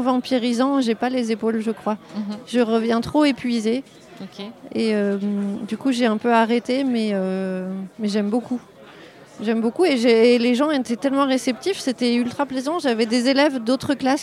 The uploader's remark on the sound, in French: lors du festival Paris est ludique en juillet 2023